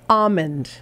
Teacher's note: These two popular foods are tricky because the L is silent in both.